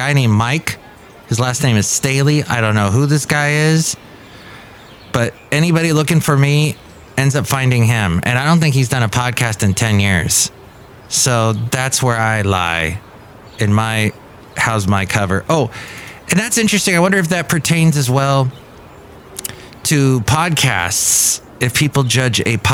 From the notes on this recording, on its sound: Podcasts live from Café Anyway.